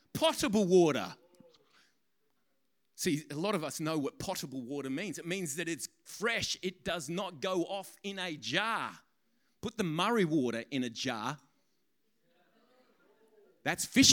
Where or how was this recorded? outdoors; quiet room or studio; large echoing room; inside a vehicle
large echoing room